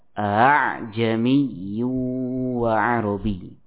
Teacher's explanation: Yang pertama suara hamzah jelas sempurna a, yang keduanya ha, jadinya a'jamiyyu wa arabi. Diucapkan di antara huruf hamzah yang di fathah dan alif, ya, ini bacaan tashil.